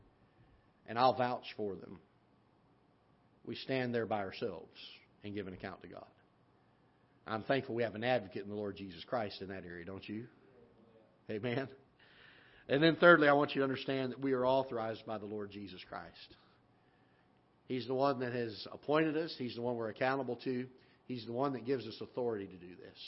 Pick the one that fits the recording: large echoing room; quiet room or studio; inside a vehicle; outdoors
large echoing room